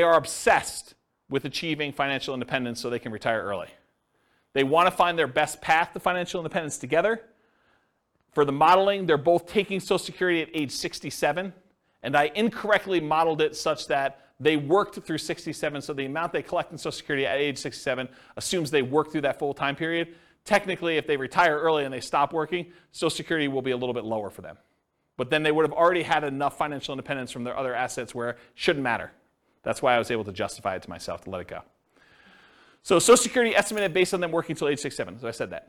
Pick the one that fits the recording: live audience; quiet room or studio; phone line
live audience